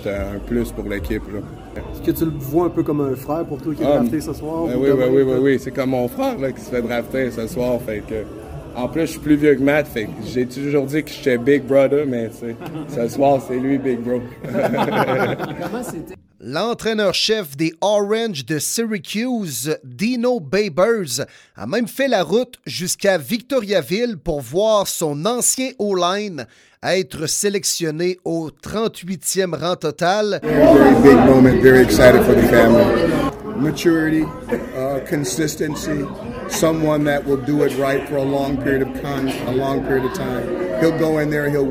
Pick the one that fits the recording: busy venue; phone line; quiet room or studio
busy venue